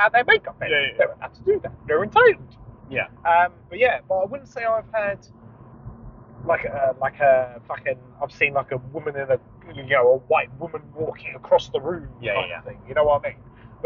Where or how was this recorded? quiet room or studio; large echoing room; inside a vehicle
inside a vehicle